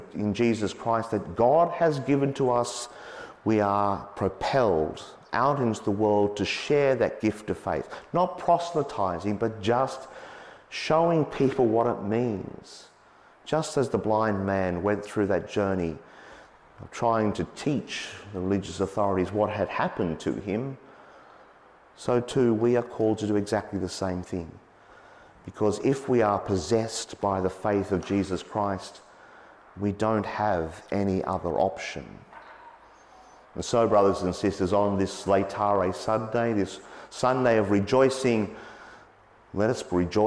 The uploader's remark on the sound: As preached on Sunday, 19 March 2023.